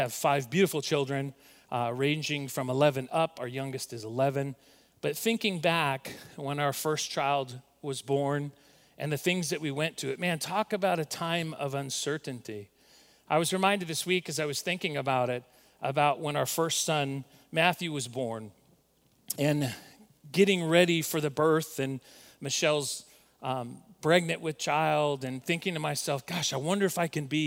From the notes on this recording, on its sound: recorded at Northlands Church on April 5, 2020